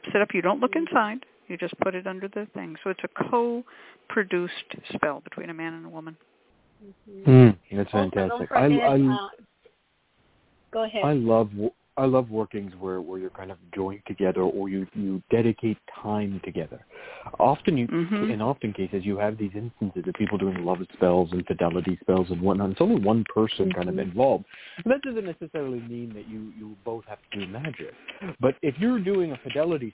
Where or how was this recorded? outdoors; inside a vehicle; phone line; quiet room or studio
phone line